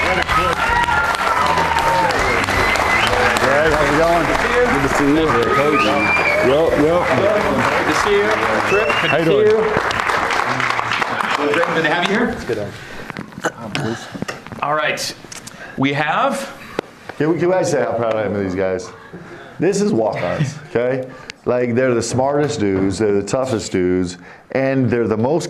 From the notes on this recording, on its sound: a live audience